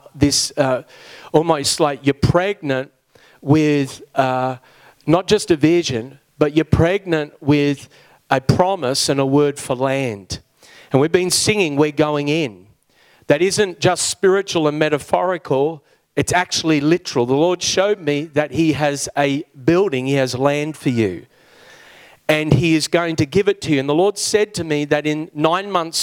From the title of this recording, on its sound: New Creation Conference Session 2